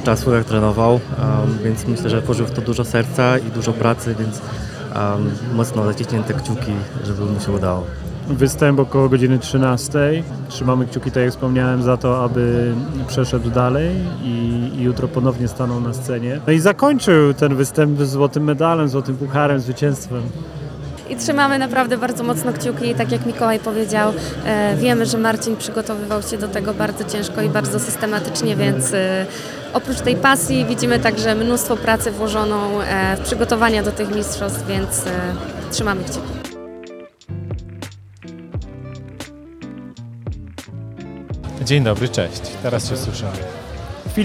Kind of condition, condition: setting, busy venue